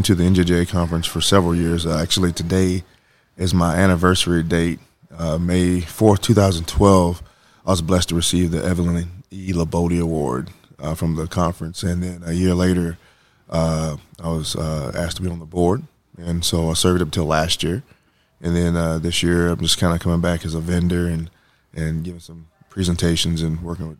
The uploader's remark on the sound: Live from the 2023 NJJA Conference